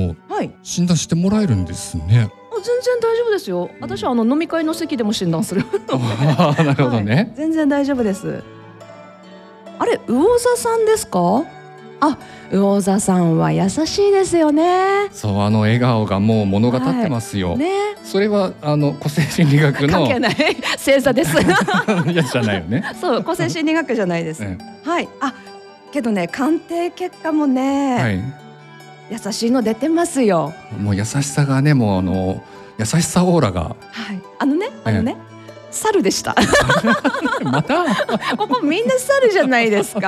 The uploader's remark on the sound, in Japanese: 今回は北欧の杜公園で開催されたフローラルフェスタから公開収録にてお送りいたします。